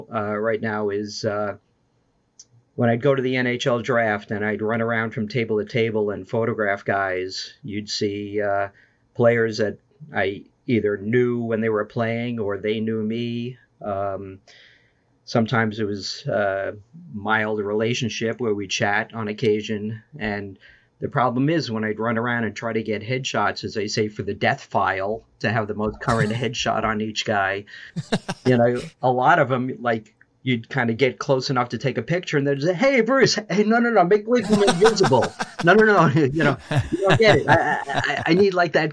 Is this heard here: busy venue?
no